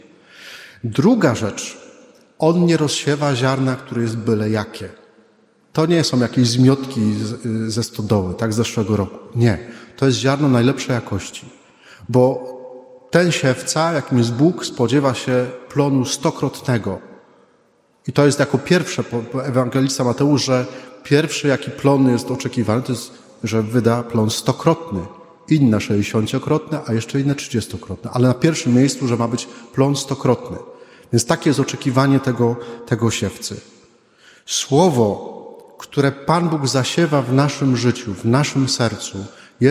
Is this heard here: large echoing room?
yes